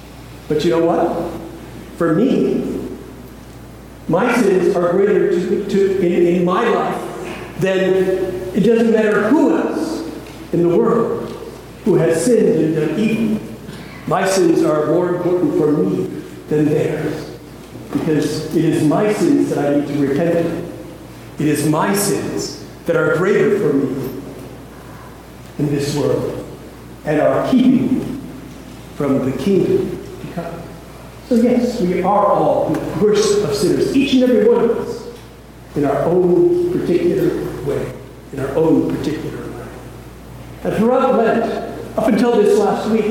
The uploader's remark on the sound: please excuse the audio quality